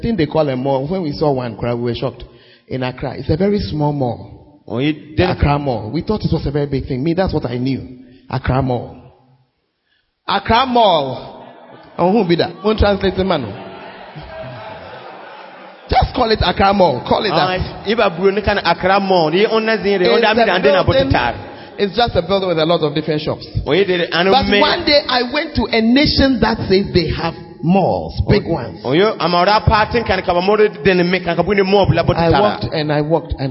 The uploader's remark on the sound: Convention Day 3. Preached at LCI Jesus the Truth Cathedral, Bawku.